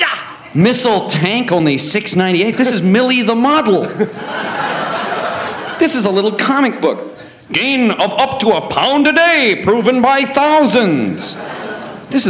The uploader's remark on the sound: Live At The Ash Grove